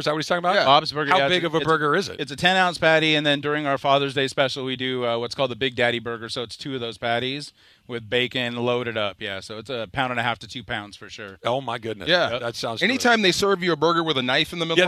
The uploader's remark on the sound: LIVE from the ESPN LA GOLF CLASSIC. LIVE from Yorba Linda as we are at our ESPN LA GOLF CLASSIC at the Black Gold Golf Course.